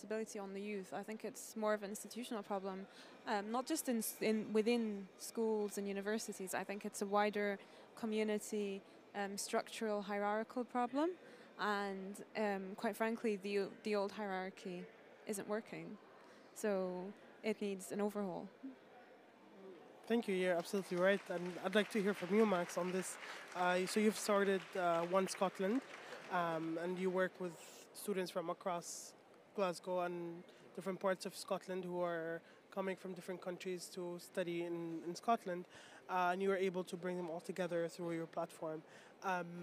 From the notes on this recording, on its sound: Earth Day Live From COP26